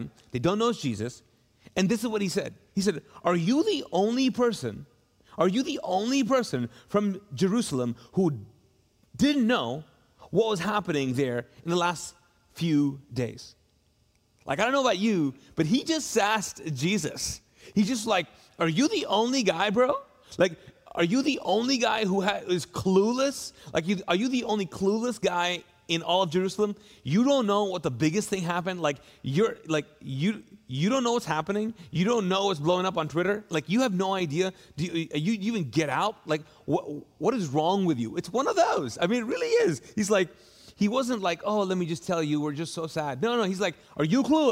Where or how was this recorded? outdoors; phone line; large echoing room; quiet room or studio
large echoing room